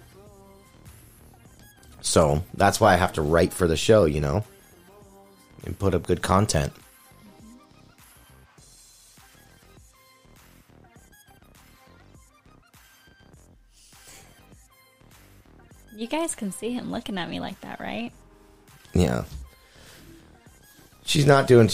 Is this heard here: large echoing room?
no